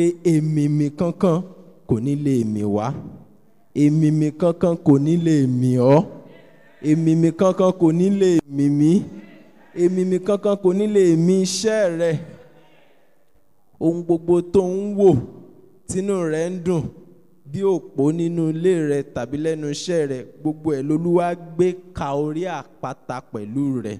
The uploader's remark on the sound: Preached at an early morning prayer meeting at TAC Powerline District in 2015.